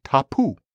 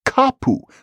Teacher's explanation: The t became a k because the stops are always moving around.